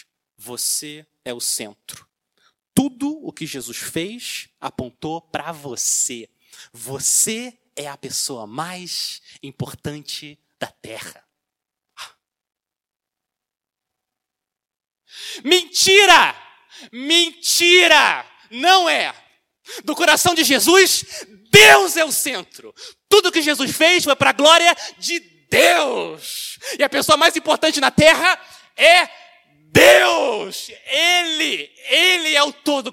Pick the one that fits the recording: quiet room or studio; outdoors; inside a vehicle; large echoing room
large echoing room